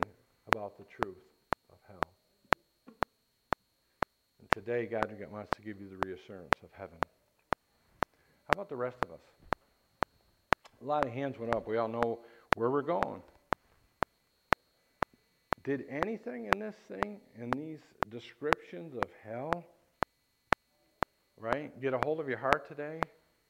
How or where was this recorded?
large echoing room